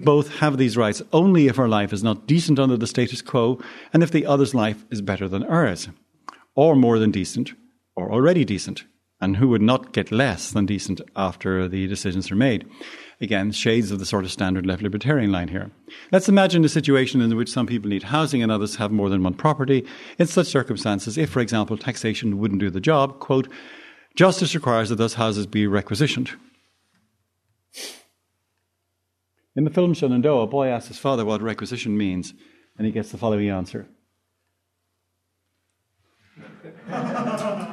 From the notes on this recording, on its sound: Presented at the Austrian Economics Research Conference. Recorded 22 March 2013 at the Ludwig von Mises Institute in Auburn, Alabama.